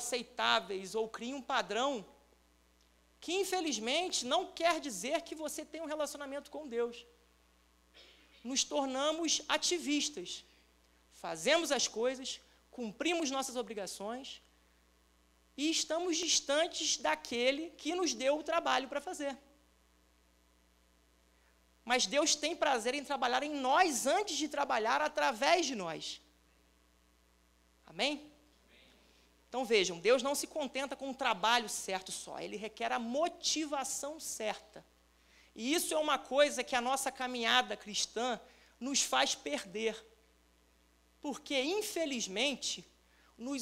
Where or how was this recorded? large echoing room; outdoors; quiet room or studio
large echoing room